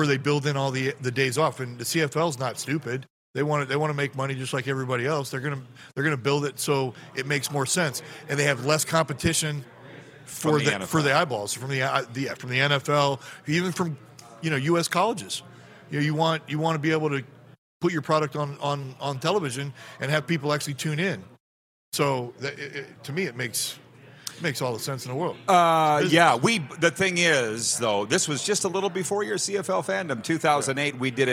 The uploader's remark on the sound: LIVE Grey Cup Coverage from Ballers RecRoom in Regina!